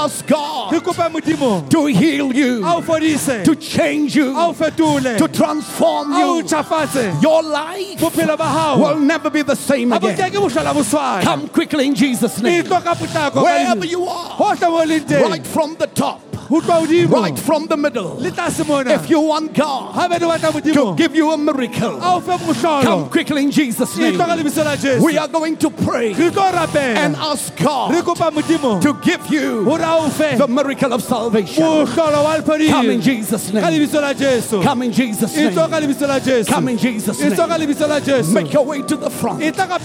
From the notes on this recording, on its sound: preached at the Good Friday Celebration 2018 hosted at the Orlando Stadium